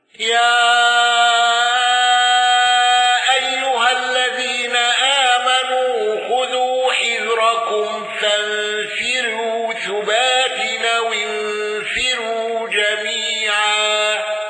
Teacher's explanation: بتفخيم راءات فانفروا أو انفروا